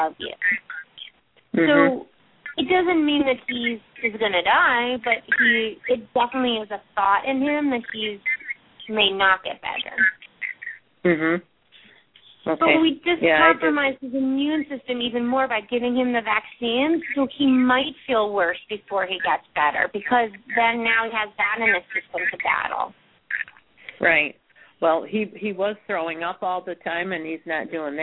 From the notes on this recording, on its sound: Open up the lines for listeners to call.